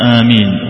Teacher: وآمين تقرأ بالمد وبغير المد، والأحسن فيها المد، الأحسن فيها المد، مد الألف، نعم الأحسن فيها المد مع تخفيف الميم، وإذا ما شددت الميم يختل المعنى ولا ما يختل؟